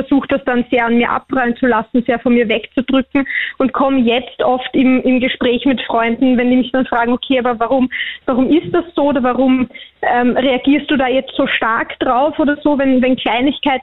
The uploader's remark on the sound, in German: Am Telefon